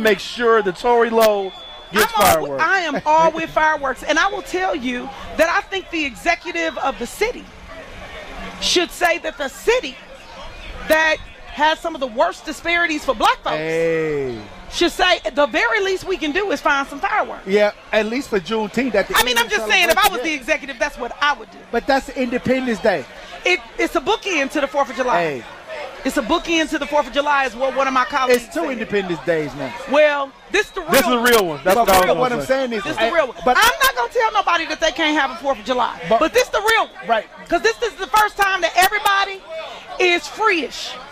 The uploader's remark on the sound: LIVE from Juneteenth 2021